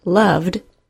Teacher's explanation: the ed will be pronounced as a d sound when it follows a voiced sound